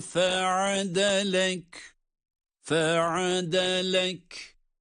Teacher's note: Ayn harfi boğazın ortasından aynı zamanda ince.